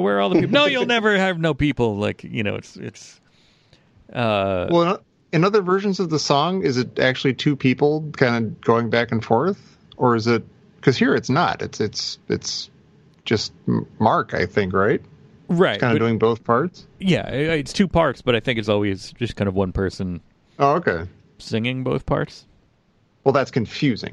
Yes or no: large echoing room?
no